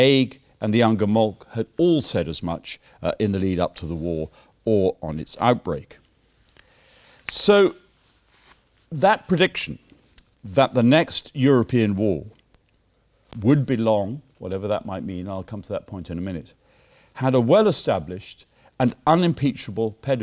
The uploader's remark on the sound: Keynote lecture given at the War Time 2016 conference